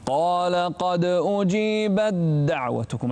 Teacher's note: بالنسبة للإدغام لا تظهر التاء ولا تهمس فيها